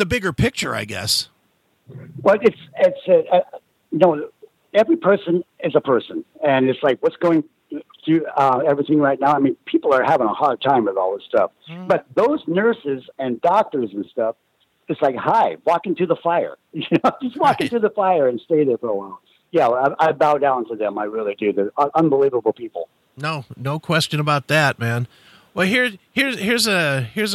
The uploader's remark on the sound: called in to talk